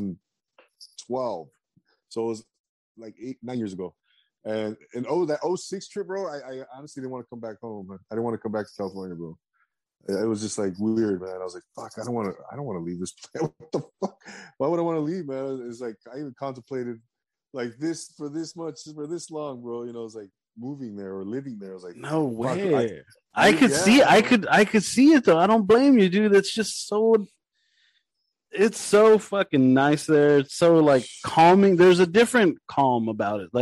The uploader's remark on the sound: drops in on a zoom chat